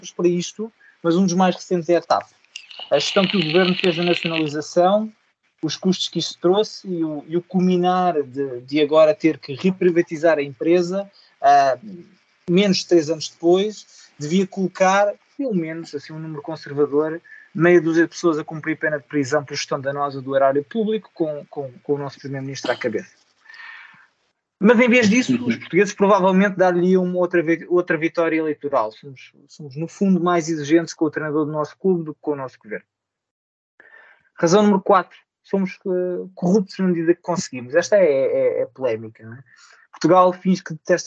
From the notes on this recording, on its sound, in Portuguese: O episódio foi gravado em circunstâncias difíceis e com resultados técnicos sonoros impróprios a tímpanos sensíveis.